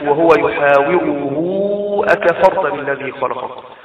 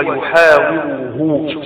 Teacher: تولد واو مادية هنا لوقوع الهمزة بعد الهاء الضمير، يبقى مد الصلة الكبرى فيك تمد 2 أو 4 أو 6 حركات